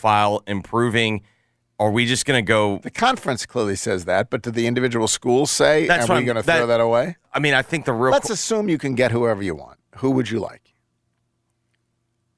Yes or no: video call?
no